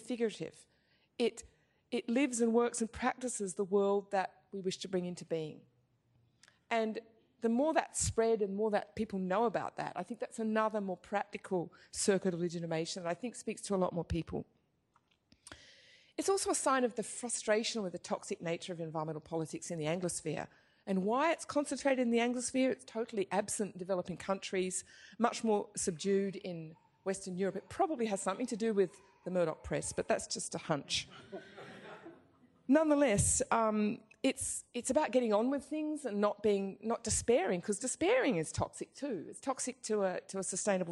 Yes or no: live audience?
yes